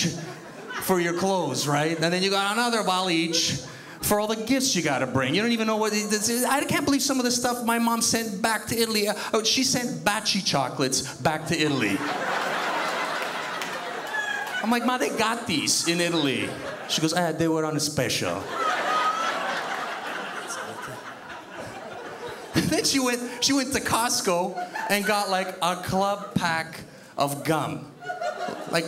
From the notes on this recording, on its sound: stand up from the Just For Laughs Festival in 2011